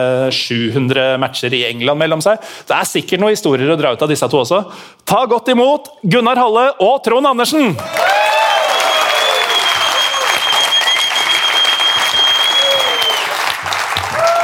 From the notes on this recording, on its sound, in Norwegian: Live på Edderkoppen! Og tusen takk til alle som kom på Edderkoppen denne tirsdagen og gjorde kvelden komplett uforglemmelig for oss!